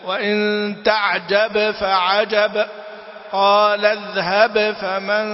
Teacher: إذا كان مذهبه الإدغام فذاك، وإلا فمن مذهبه الإظهار كحفص ومن معه فتظهر الباء عند الفاء